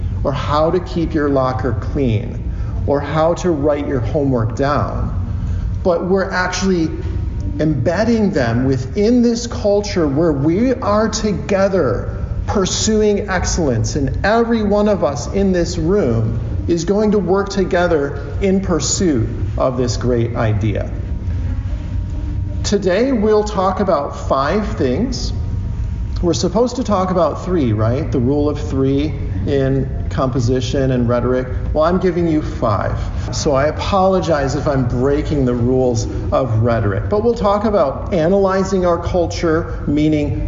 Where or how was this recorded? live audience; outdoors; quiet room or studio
live audience